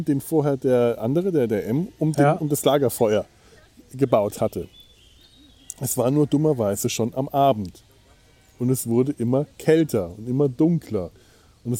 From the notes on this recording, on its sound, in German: Ihr Lager (das heisst: die Sumpf-Außen-Aufnahme-Station) am Kölner Rheinufer in der Nachbarschaft einiger freundlicher Schafe.